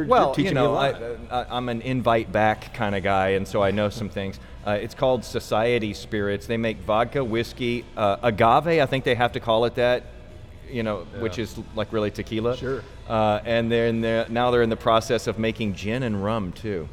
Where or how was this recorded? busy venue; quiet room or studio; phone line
busy venue